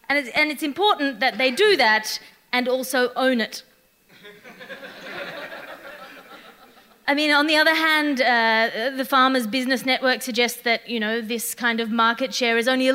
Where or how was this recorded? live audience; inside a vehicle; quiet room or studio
live audience